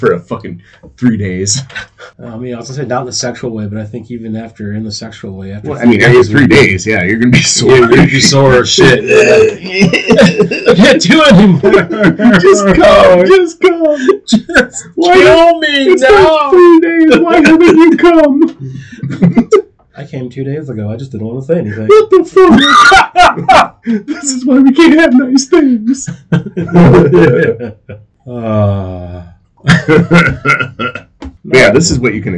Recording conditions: poor sound quality